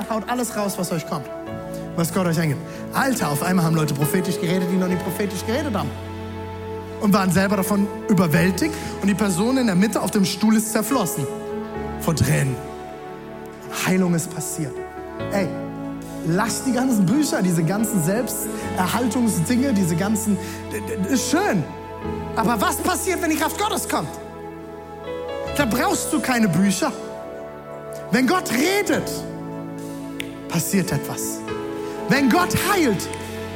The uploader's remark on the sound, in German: Audiomitschnitt der Predigt